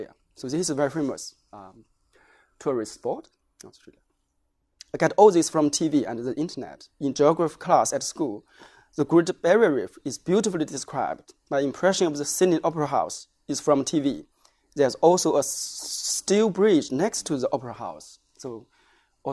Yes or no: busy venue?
no